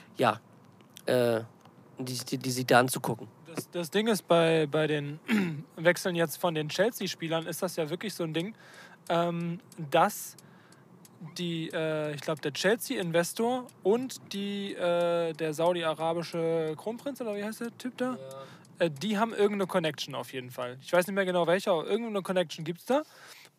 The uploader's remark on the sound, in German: (Car-Edition). Die erste Folge die während einer Autofahrt aufgenommen wurde.